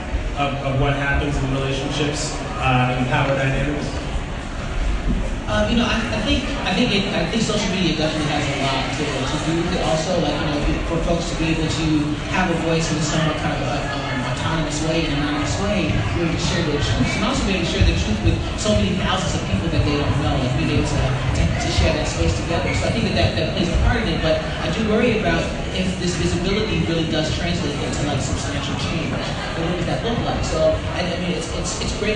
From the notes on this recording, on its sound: Live from #MascOff. We listened to five influential panelists. I also used Anchor publicly too. I hope you enjoy the live to air vibe.